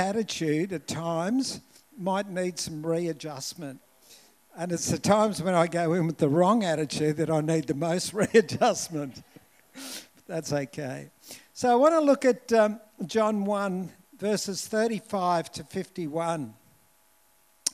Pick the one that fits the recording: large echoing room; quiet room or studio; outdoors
large echoing room